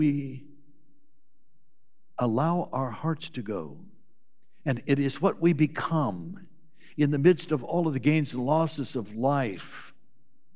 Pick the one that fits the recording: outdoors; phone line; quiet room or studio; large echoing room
large echoing room